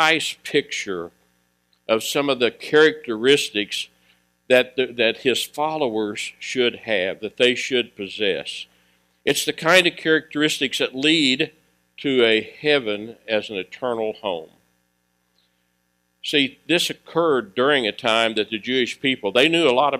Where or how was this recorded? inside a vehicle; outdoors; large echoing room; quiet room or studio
large echoing room